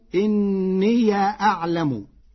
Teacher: قرأ ورش كلمتي إني أعلم بفتح ياء الإضافة فتصير إني أعلم، والفتح والإسكان فيها لغتان عند العرب.